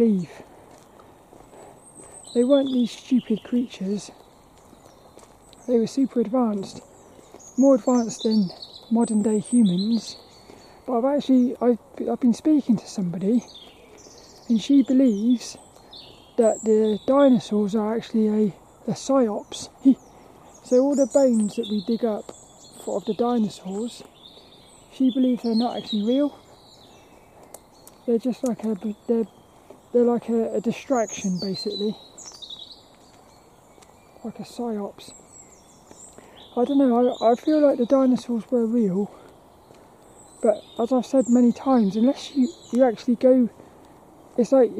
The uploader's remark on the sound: Hope you enjoy this lil walk and talk around Plymridge Woods.